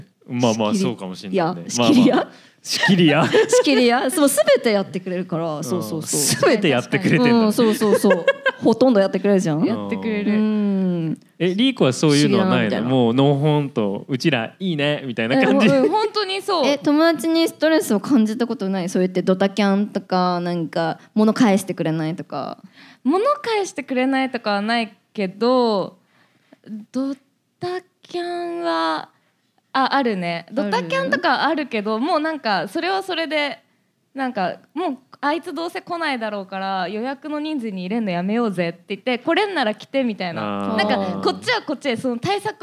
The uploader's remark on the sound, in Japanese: 公開収録2023 in 大阪。大阪で初の公開収録！